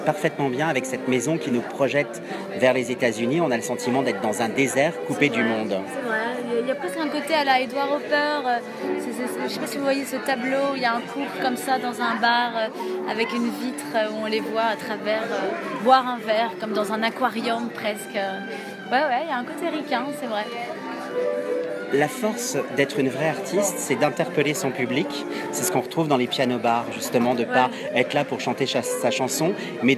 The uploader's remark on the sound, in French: Terrasse Mouton Cadet - Cannes 2016